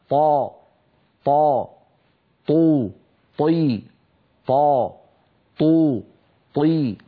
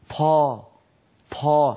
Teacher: فالطاء الفصيحة طاء مجهورة شديدة · Shown in: first take · هكذا طا طا، طو طي، طا طو طي، ولا يصح أن نقول طا طا.